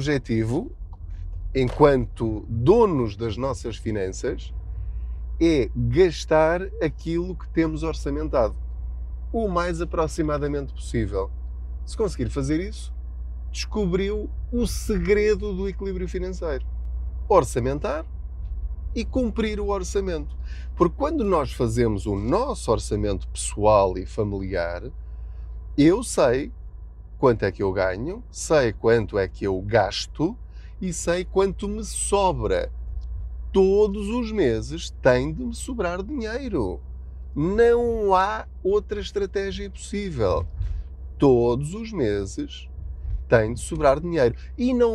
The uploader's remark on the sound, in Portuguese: Não ligue aos barulhos da viagem.